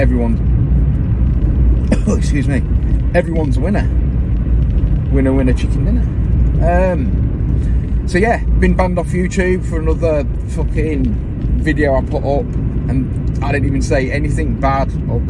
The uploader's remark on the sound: CarCast